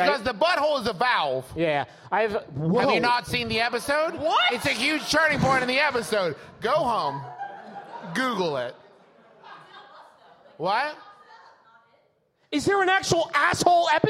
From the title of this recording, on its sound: Big Gulp, Live!